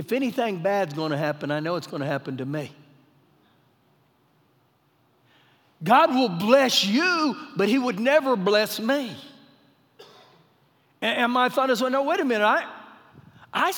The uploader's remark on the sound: Recorded live during our Sunday morning service